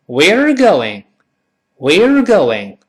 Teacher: areyou？一带而过，关键后面 going 要重读